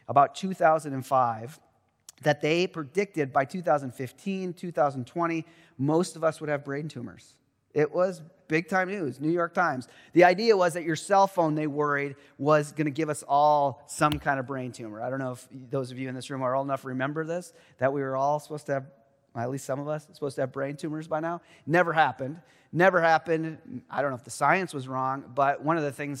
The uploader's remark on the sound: Truett Chapel-- 2023 Willson-Addis Lecture